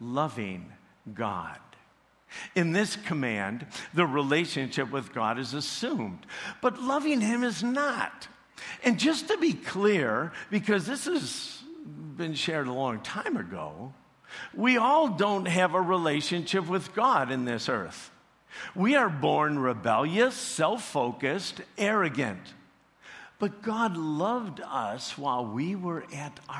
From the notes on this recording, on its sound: preached this sermon at CrossPoint Church